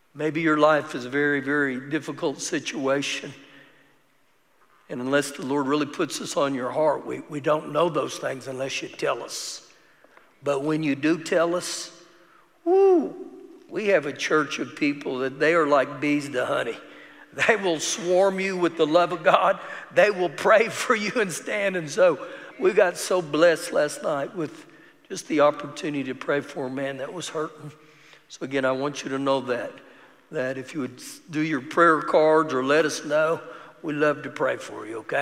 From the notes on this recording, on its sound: Recorded live during our Wednesday night service